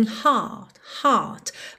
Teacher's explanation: … era britânico, então não enrola a língua nos R's, não fala heart e sim heart, heart.